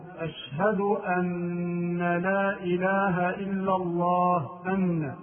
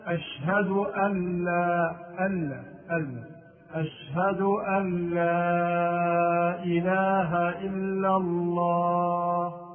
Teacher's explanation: والصواب أن يسكن النون ويدغمها في اللام · Shown in: second take · فينطقها هكذا، أشهد أن لا أن أن، أشهد أن لا إله إلا الله.